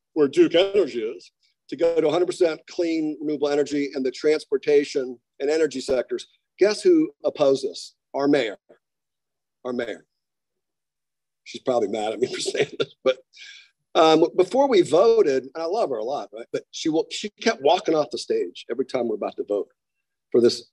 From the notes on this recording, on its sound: On a warm, sunny southern California Day, dozens of local activists gathered to meet and hear brilliant movers and shakers from throughout the nation. The program was zoomed to the Progressive Democrats of America.